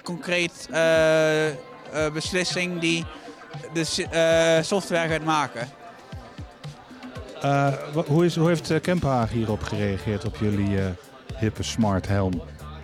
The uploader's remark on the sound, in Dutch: Opgenomen tijdens het symposium Tech, Innovation and Design in Health op 29 juni 2023.